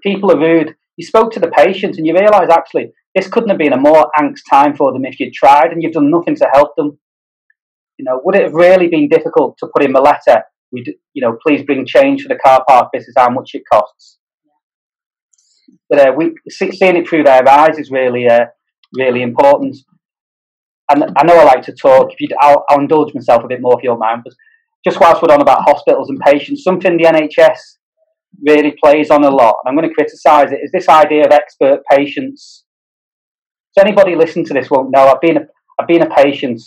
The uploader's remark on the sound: This podcast was recorded via Zoom.